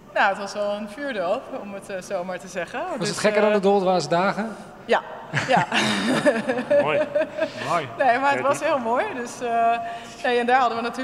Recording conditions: live audience